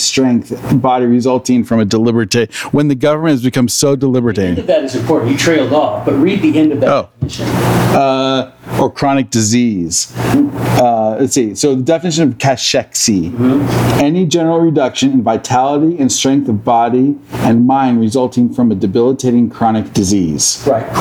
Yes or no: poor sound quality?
yes